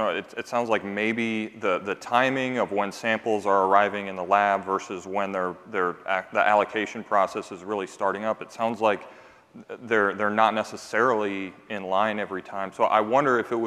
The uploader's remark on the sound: Live from the 2023 ASHI Annual Meeting